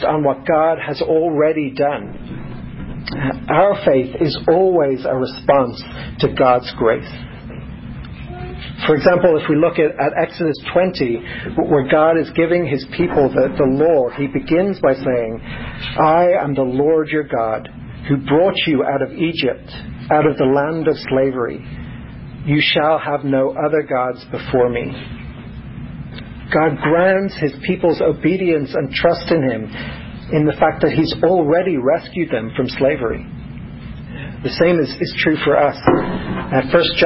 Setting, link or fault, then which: setting, large echoing room